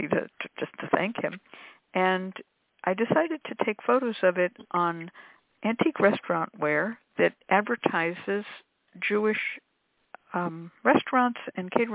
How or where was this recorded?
phone line